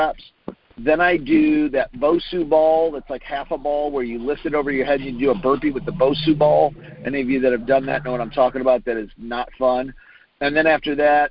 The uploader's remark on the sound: Friday Morning Conference Call